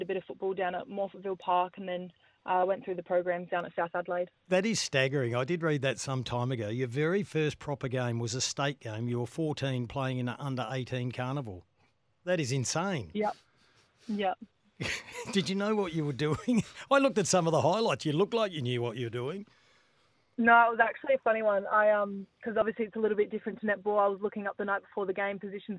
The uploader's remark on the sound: Jumped on the phone.